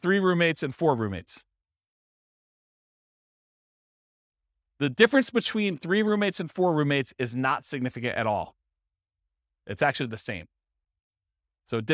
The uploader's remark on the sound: This was a live class recorded